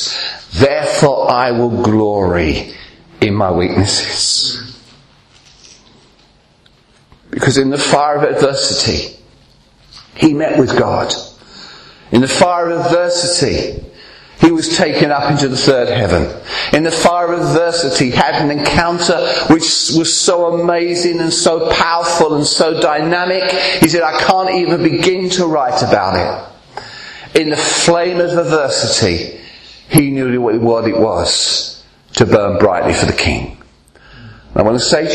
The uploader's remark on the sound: preaching at Clacton Elim Church